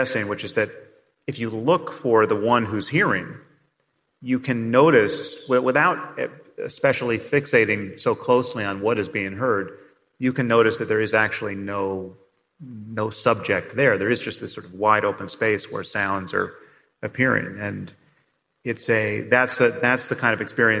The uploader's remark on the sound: Special podcast recorded in front of a live audience. They also answer an array of questions from their live audience.